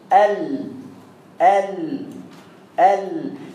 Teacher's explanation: مما فويق الضاحك والناب والرباعية والثانية مخرج اللام